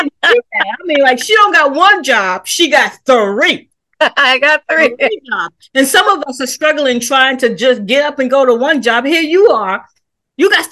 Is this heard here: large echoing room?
no